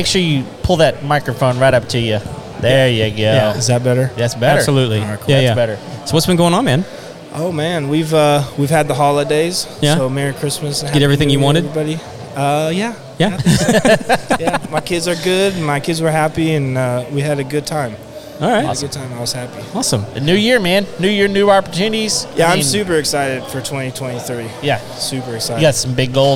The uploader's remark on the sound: Live at Rowdy’s in Spring, TX for The Contractors Network event. This is a monthly event held on the third Thursday of every month.